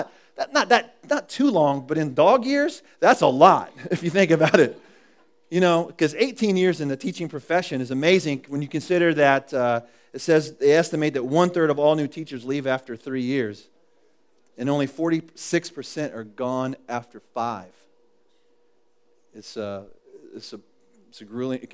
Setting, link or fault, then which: setting, large echoing room